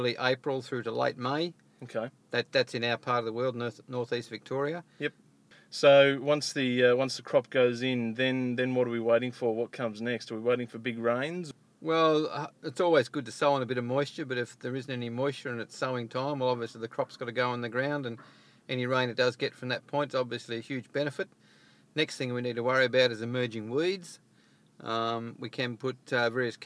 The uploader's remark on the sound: Irecorded this interview while we sat in my car using nothing but a lapelmicrophone plugged into my iPhone!